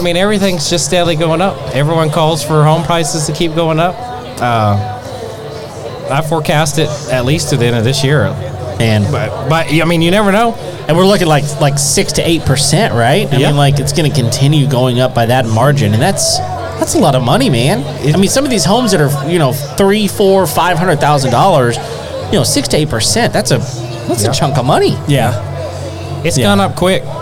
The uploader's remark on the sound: LIVE at Sawyer Park. At a live event in Spring TX.